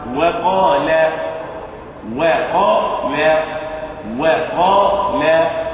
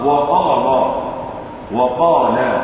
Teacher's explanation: الاول والاخير مرقق والاثنان في الوسط مفخمات · Shown in: first take